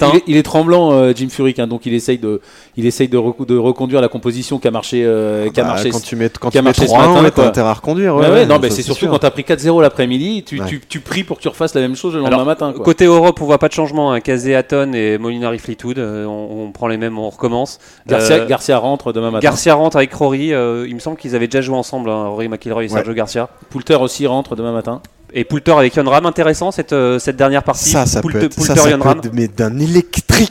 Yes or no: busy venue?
yes